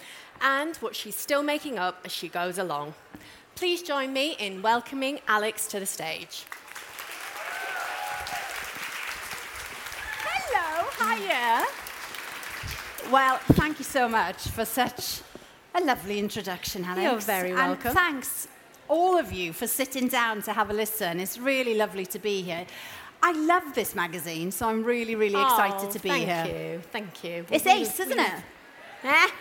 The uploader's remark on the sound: At stylist live. As this session is recorded live at the Truman Brewery, you might hear a bit of background noise.